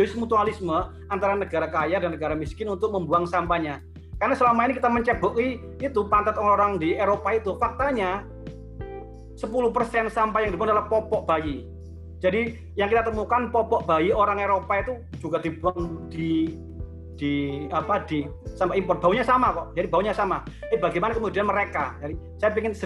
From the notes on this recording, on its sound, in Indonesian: Webinar bersama 3 anggota AZWI sebagai panelis